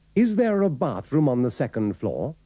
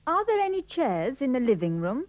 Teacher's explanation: cuando there va seguido por la vocal, se pronuncia la R.